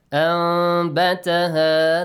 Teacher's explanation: Iqlab. Change the noon sound into a meme, hidden meme sound.